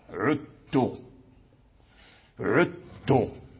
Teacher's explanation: فأدغم الذال عند التاء · Term: الإدغام